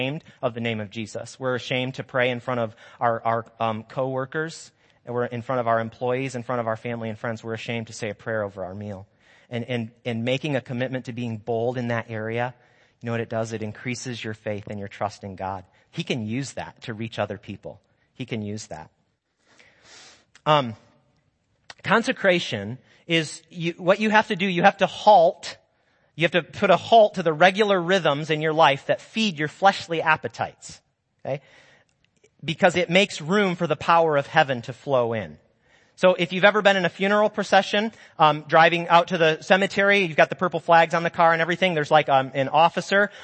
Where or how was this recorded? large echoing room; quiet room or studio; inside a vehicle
large echoing room